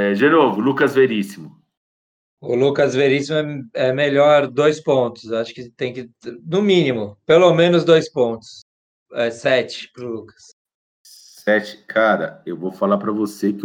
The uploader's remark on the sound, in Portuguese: Mais uma vez, tivemos alguns probleminhas técnicos com a captação de áudio.